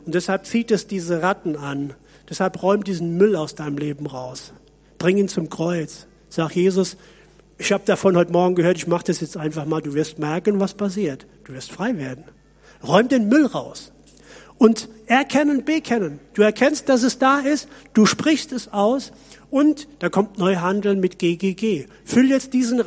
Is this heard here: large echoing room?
yes